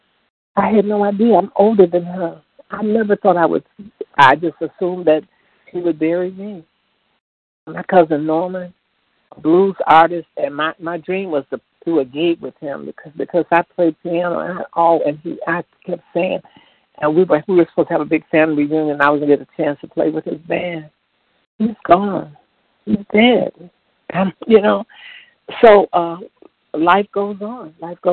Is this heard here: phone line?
yes